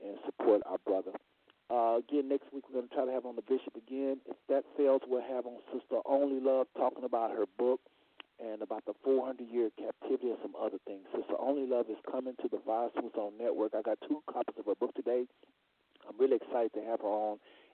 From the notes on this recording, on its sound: Our callers will also weigh in to this respectful Q&A session.